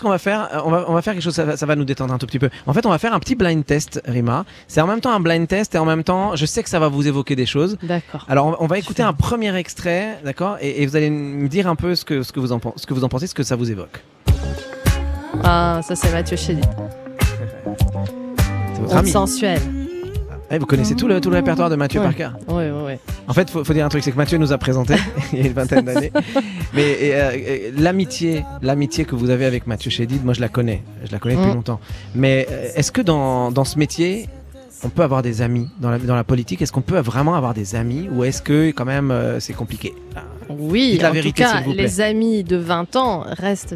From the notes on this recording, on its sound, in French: en direct de la cour d'honneur du Palais de l'Elysée